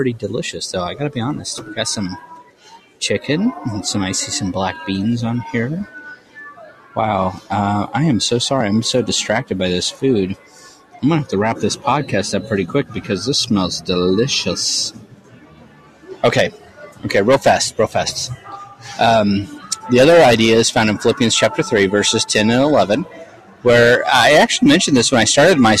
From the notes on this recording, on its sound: This episode comes to you live from Minneapolis, MN. I am at an AVID conference.